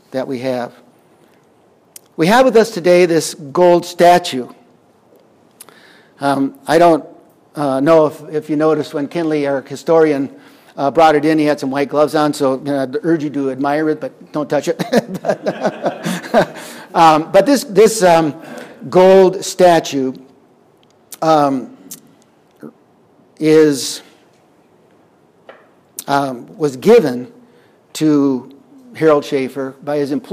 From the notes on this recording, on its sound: Audio recorded on June 15th, 2021 at Wisdom Chain Day in Medora, ND.